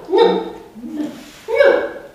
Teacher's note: M e nazala labială, N e nazala dentală.